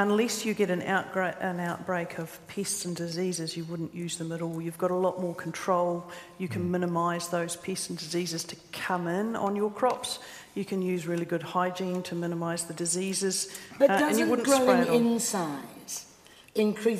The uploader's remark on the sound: A panel of experts at the annual seminar of the New Zealand Food Safety Science & Research Centre.